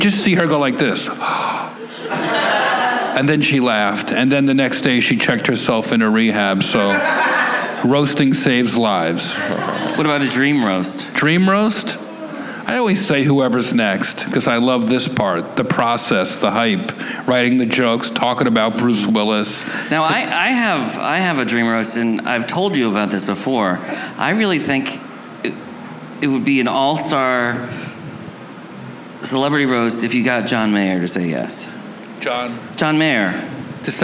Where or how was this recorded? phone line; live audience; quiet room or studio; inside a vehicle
live audience